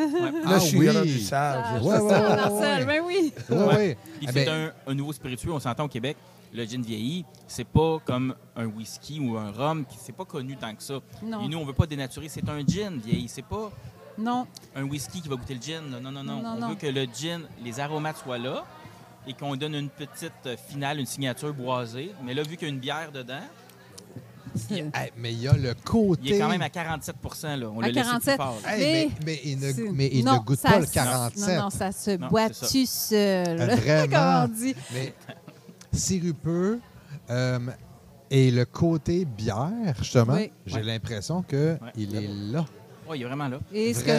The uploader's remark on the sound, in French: En direct du tout premier GinFest Boréal.